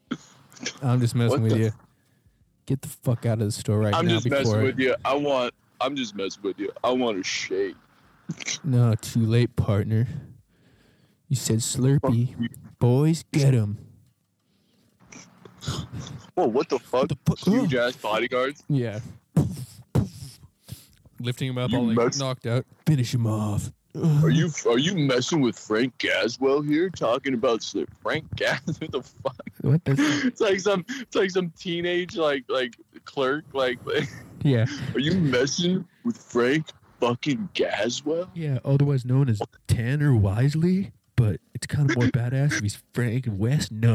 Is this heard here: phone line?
yes